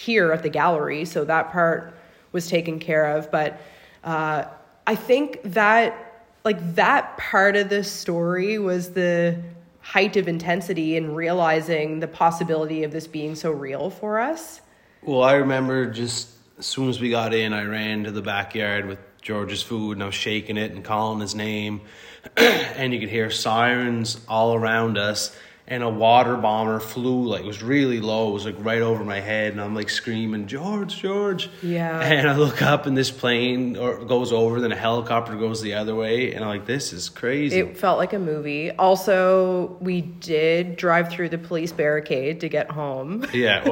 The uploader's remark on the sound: This Week’s Episode Recorded from Our Cellphone at Togetherland Art Gallery. We are currently displaced from our home. Recorded from our cell phone inside the echoey Togetherland hall!